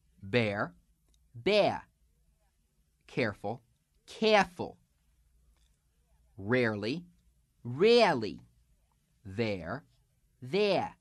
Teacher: you have to substitute an extra little schwa sound, an uh sound, for the dropped R. So instead of air, it's going to be air with the a-uh.